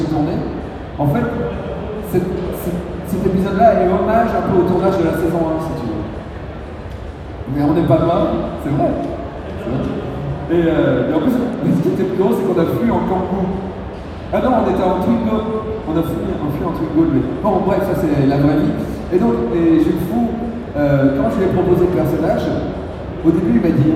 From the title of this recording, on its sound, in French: Conférence TGS 2017